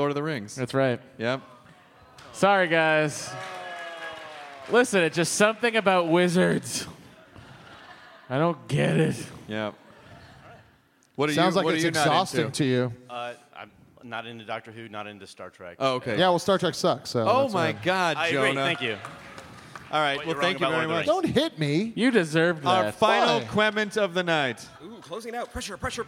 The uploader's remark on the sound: It's some hostful goodness live from Austin, Texas! Do a sing-a-long with the audience and take some quemments!